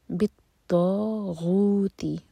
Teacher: تو ہیوی اور دو حرکہ لمبا مد طبعی. بالطاغوتی غو مد طبعی.